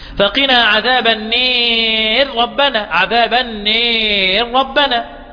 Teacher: فالألف في النار والأبرار تمال بسبب كسر الراء